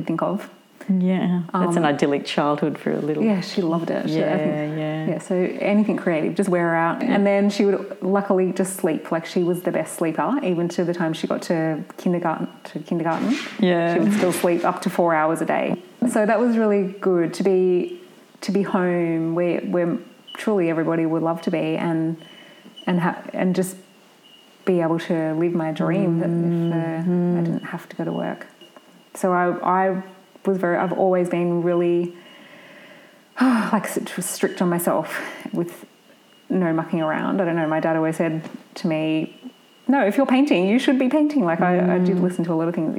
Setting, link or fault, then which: fault, sounds in the background